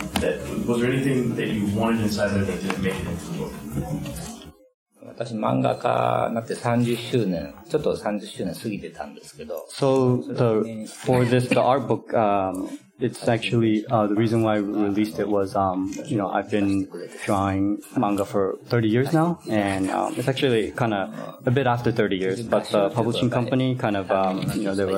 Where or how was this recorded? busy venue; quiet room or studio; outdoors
busy venue